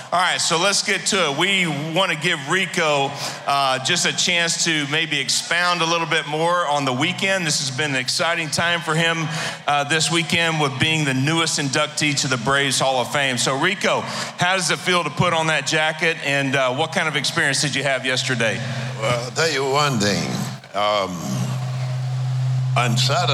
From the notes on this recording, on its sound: Live From Alumni Weekend. Interviewed live at Truist Park during Alumni Weekend!